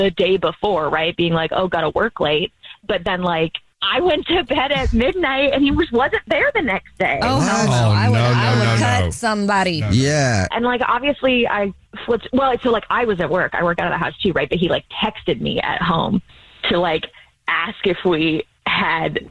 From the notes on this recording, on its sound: is on the phone today